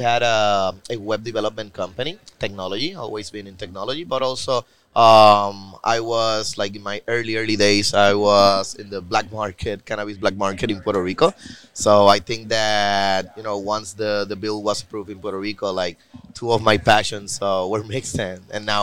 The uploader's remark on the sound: Recorded at MJUnpacked NYC